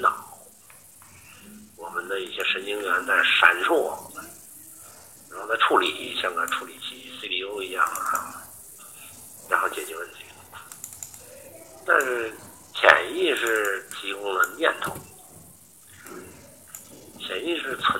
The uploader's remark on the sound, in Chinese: 语音有点轻，有杂音。